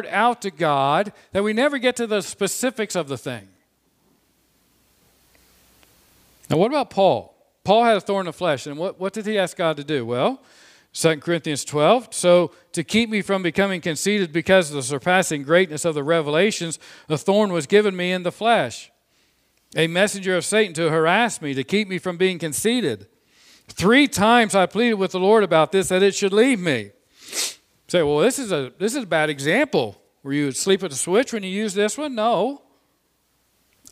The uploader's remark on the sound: This sermon was preached on Sunday, May 9, 2021 from the pulpit of Grace Community Church in Berea, KY.